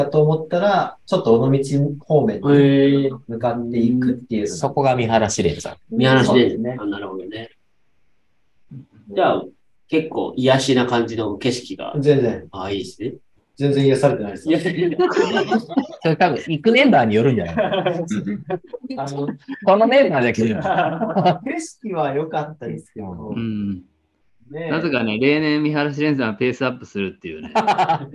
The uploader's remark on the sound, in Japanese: 広島県、三原市。コースをよく知る二人のゲストと初のリモート収録で深堀しました。収録会場 RunTree。